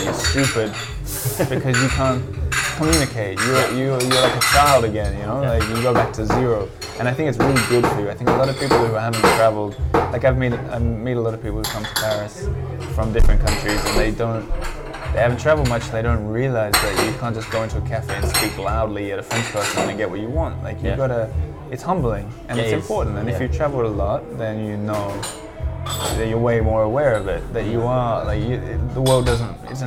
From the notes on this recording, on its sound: For a coffee in a Parisien cafe for an in-person chat. We are in a trendy cafe so there will be some background noise.